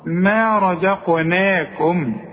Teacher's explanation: والزين ترقق زاد، القاف مفخمة، النون ترقق